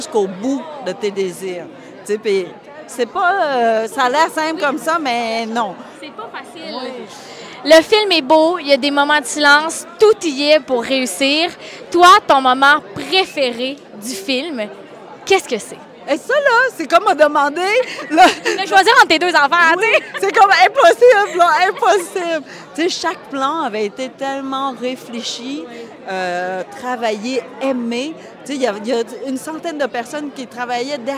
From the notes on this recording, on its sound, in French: En direct du tapis rouge de la première du film Ru.